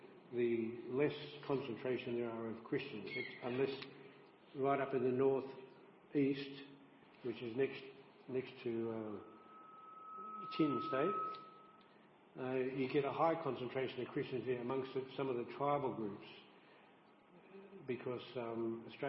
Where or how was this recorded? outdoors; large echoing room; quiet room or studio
large echoing room